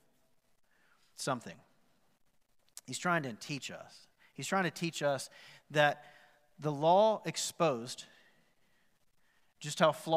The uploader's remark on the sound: Recorded live at The Fellowship at Mt Juliet on March 14, 2021.